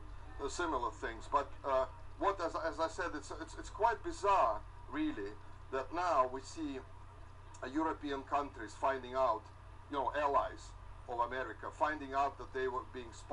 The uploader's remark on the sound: Recorded by RecForge Lite (Version 2.1.10) on Android.